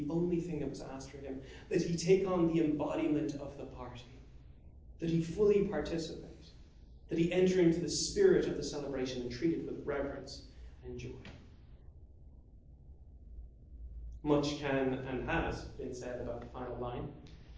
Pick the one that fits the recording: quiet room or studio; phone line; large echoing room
large echoing room